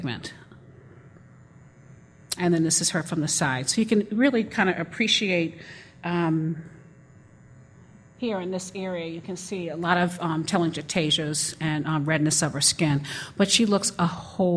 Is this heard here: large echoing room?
yes